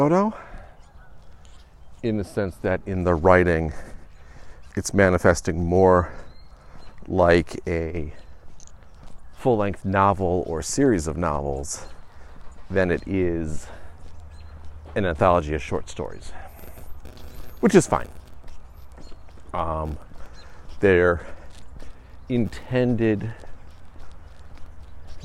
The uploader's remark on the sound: The walk and talk returns